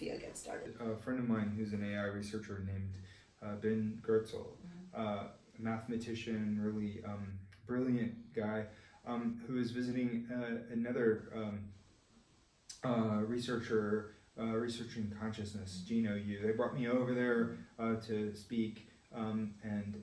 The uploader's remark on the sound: We apologise for the quality issues with this audio. This conversation at Stanford University in April 2019.